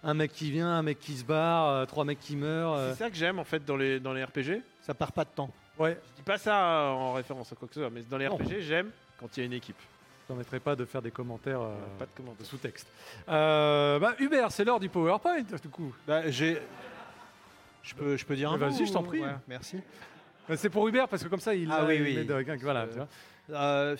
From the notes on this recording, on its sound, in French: L'équipe de SUMIMASEN TURBO part en LIVE depuis l'ESPOT à PARIS pour une émission spéciale en public.